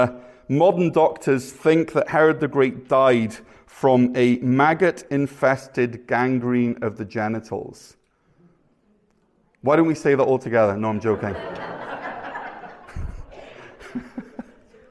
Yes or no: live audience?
yes